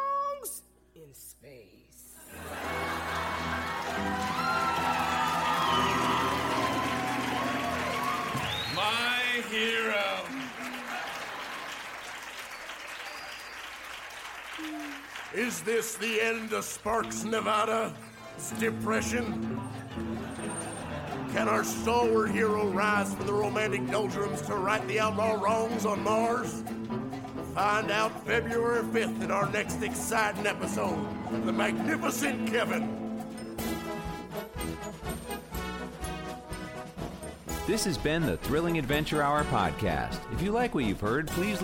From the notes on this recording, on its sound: Recorded Live 1/9/2011 at Largo, Los Angeles.